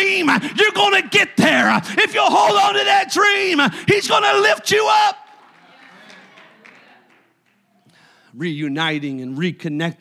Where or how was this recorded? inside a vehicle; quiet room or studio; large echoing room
large echoing room